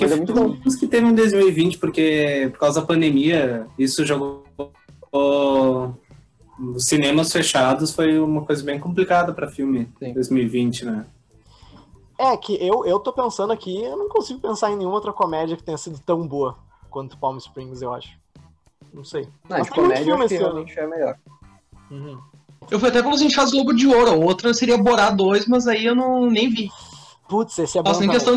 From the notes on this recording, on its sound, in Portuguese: O Podcast foi gravado de maneira remota, através de plataformas de vídeo gratuitas. Pedimos desculpas pelas dificuldades de conexão e som devido a gravação à distância nesse período de pandemia. Podcast gravado através do Zoom.